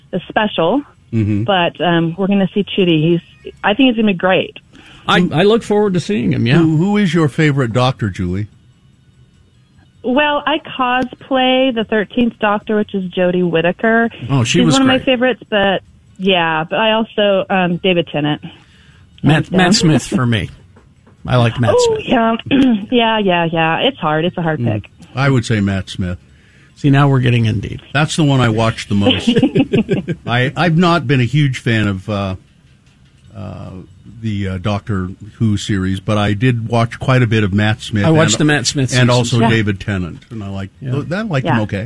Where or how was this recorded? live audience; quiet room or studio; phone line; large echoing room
phone line